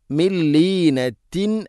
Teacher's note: ലാം ഇദ്ഗാം ബിലാ ഗുന്ന, മണിക്കാതെ കൂട്ടി ലയിപ്പിക്കണം